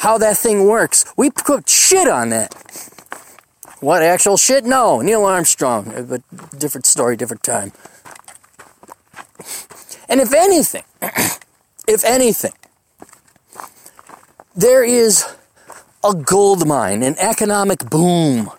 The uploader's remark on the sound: hikes down a Black Mountain